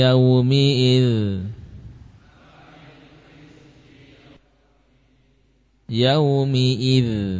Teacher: Ya, dzal sukun. Sifatnya apa saja? Di antaranya tipis, di antaranya mengalir suaranya.